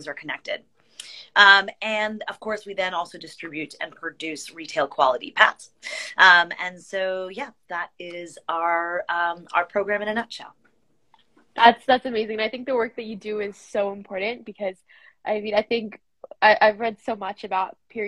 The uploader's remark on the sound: a special Instagram live